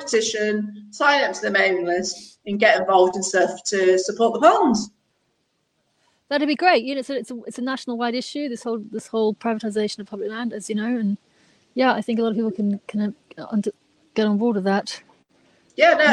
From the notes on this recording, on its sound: live from Hampstead Heath